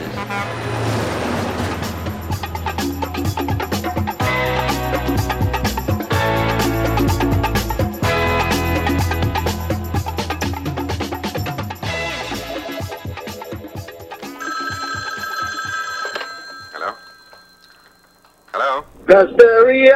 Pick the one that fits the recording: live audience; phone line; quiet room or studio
phone line